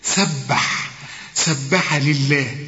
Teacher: اللام هنا مكسورة فلفظ الجلالة هنا مرقق